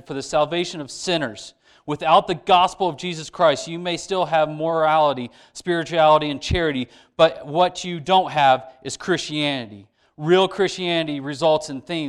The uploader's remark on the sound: Sermon delivered to church on 9/11. We had to edit out some of the audio for copyright reasons.